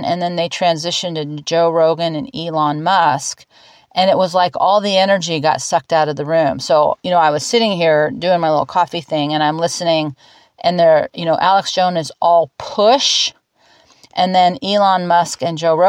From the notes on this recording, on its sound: I’ve got pictures of life here in the higher desert - 2000’ and not 500’!!! The dogs are sitting here with me, all of us outside and under the tent in the now calm and sunny blue skies, perfect temps, and for this moment - peace.